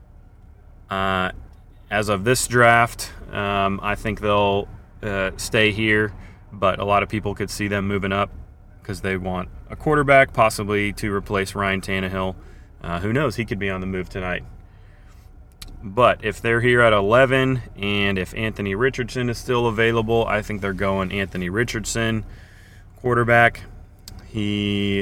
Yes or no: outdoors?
yes